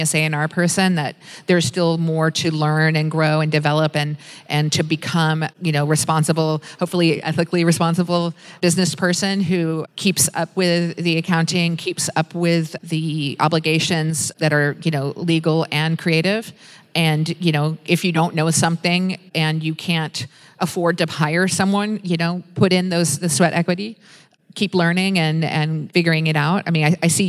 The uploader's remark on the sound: Live from Indie-Con Australia 2018.